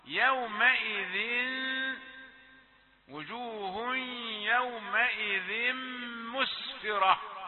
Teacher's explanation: تنوين وجاءه ميم، يبقى مدغمة وإدغام بالغنة